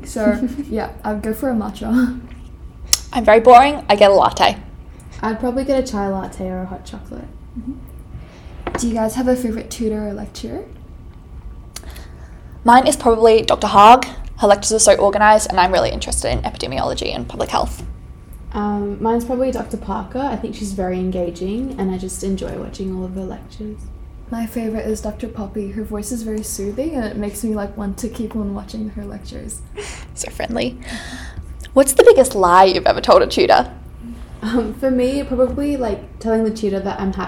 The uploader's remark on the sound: Sorry for the screeching laughter—our boujee microphone disconnected